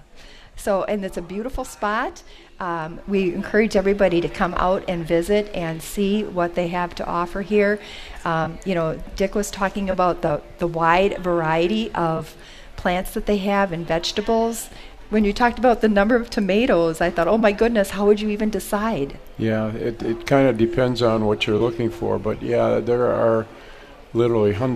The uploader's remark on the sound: Live At Jung Garden Center